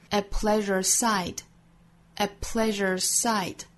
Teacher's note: sight 也都是 id 的发音，所以其实都是押了元音的韵，也押了后面尾部的这个辅音的 p 和 d 的韵了。 The strangers weepA pleasuresight，同样 pleasures 尾部的 z 的发音，因为后面遇到了相同口型的 s 的发音，同化只发后面的清辅音，前面的浊辅音略掉了。